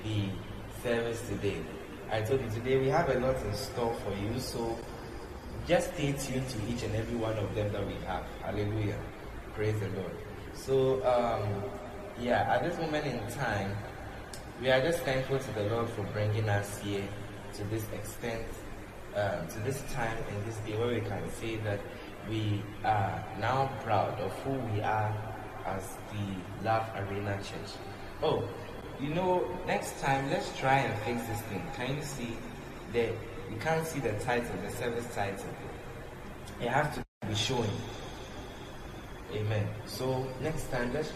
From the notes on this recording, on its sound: Preached at The Love Arena Experience Service, LIVE at the Love Arena Church, Accra - Ghana